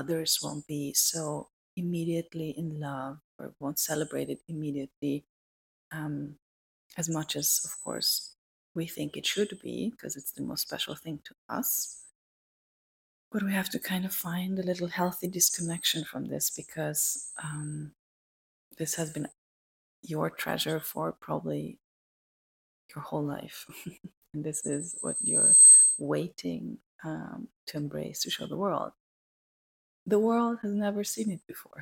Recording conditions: poor sound quality